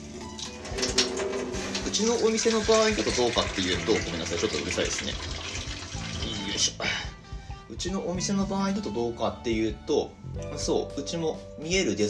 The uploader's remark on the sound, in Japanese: 雑音注意